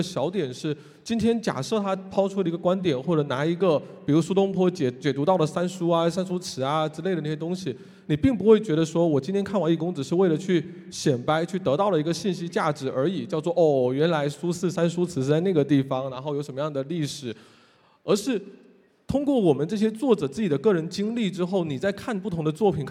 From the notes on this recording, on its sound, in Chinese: 最近新榜在上海举办了2023新榜大会。发布今年新榜大会上的部分演讲内容。在新榜大会上进行的一场圆桌对话。